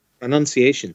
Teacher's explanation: there's a sort of a rhotic R in the pronunciation